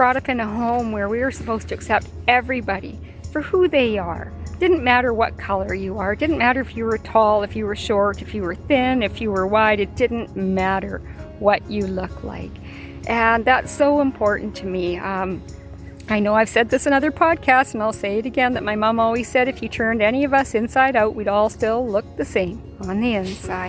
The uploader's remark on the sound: What started out as a quick late afternoon walk turned into a thought-provoking podcast recorded outside with nature. Please be forgiving of the occasional "hiss" that was coming from the cell phone recording, in addition to the sound of the plane overhead. It was an "on the spot" recording, direct from the heart.